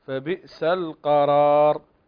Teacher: عندنا همزة وصل تسقط هنا وتنطق اللام